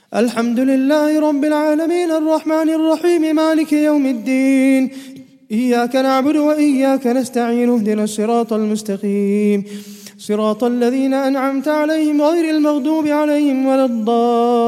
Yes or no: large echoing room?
yes